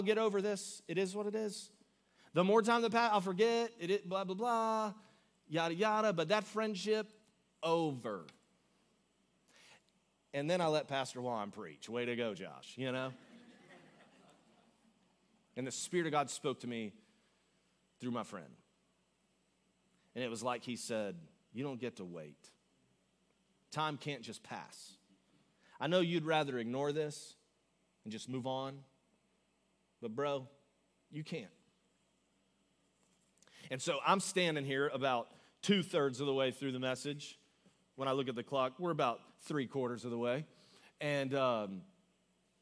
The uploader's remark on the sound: Augustine, Florida. Recorded live on February 18, 2024 at Church On The Rock.